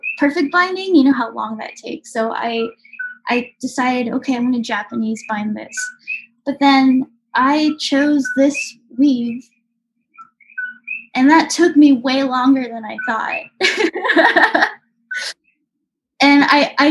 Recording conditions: sounds in the background